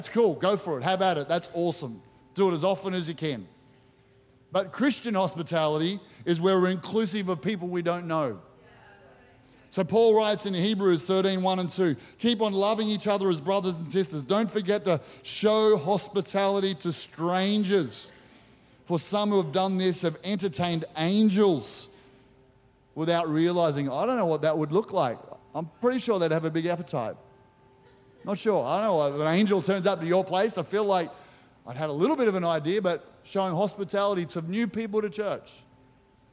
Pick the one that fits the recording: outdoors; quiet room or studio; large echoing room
large echoing room